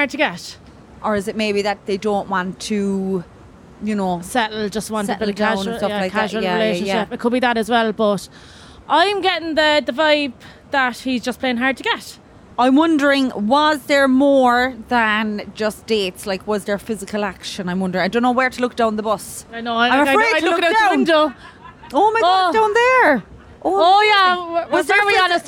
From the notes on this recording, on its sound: Recording in front of a live audience aboard Aircoach's Cork to Dublin Direct route. Heard from two listeners in person.